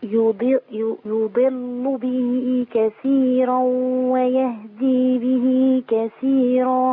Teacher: الضاد المكسوره تحتاج مني الى صفات الضاد كامله حتى لا تنقلب الى دال